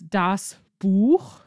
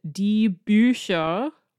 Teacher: it's the Ü that makes it a sh sound instead of a ch sound · Shown in: second take